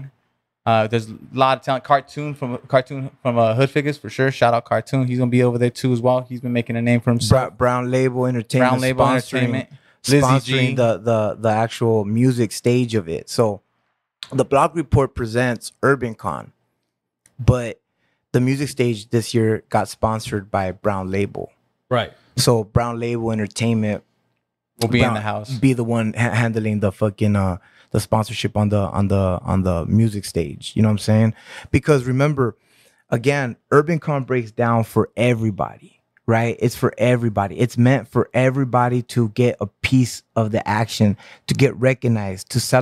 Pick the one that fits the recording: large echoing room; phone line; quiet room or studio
quiet room or studio